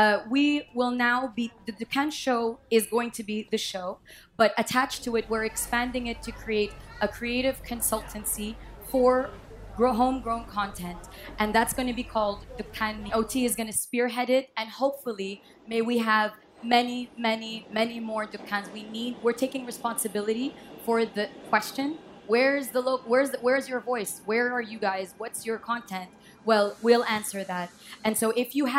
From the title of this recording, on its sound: Live From #TodayAtApple